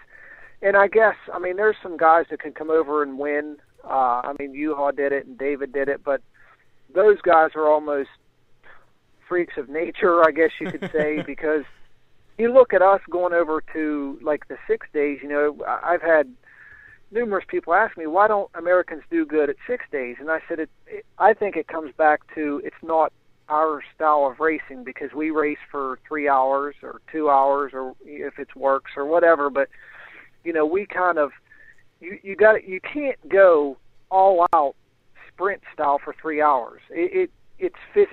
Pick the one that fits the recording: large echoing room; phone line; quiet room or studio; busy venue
phone line